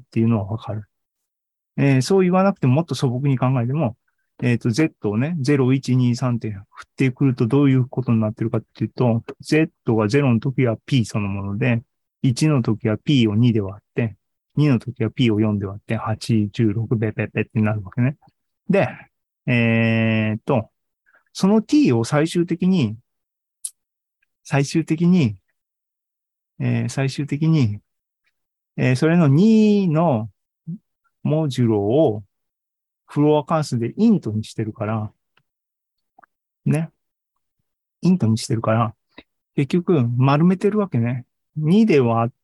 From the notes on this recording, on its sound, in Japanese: ２０２２年１２月２１日に開催した ZOOMライブの模様です